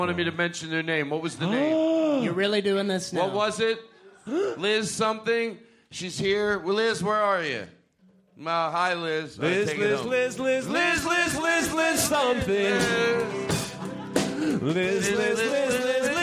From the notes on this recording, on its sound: This episode is live from San Francisco Sketchfest